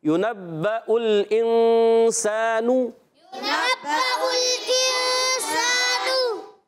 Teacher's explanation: اور انسانو، یہاں نون ساکن کے بعد سین آ گیا حرف اخوا میں سے، یہاں اخوا کا قاعدہ ہوگا. غنہ کریں گے ایک الف کا اور نون کو چھپا کر ادا کریں گے · نون پر پیش ہے، حرکت ہے، ہونٹ گول ہوں گے مگر اس حرکت کو ہم نے کھینچنا نہیں ہے. آواز آئے گی یُنَبَّأُ الْإِنسَانُ یُنَبَّأُ الْإِنسَانُ.